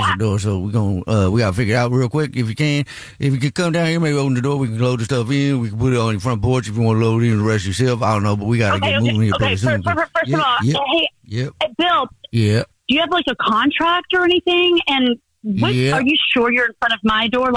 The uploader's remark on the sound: Phone prank style.